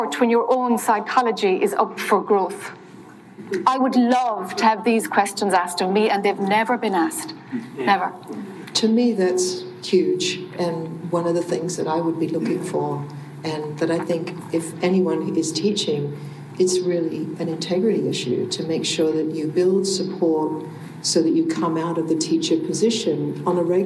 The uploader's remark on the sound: Panel Discussion at the Science and Nonduality Conference.